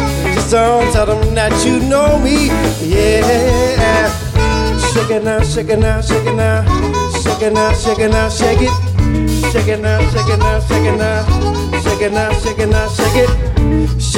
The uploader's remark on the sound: recorded live Feb 2020 at The Hamilton, Washington DC